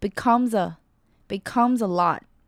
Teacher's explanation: becomes 的字尾 s 跟 a 会做连音